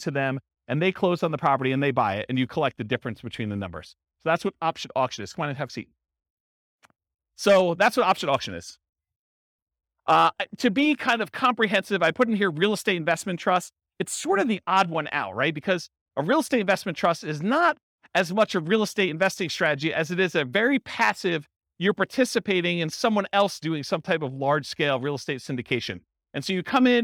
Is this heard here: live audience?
yes